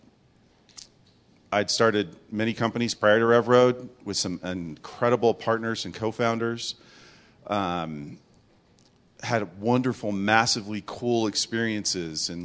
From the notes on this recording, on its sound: Audience Q&A